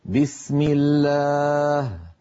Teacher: لاحظوا بأن لفظ الجلالة سبق بكسرة الميم فرقق